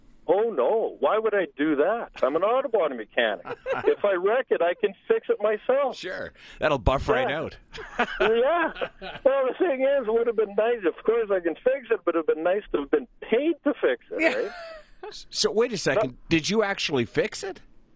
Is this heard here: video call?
no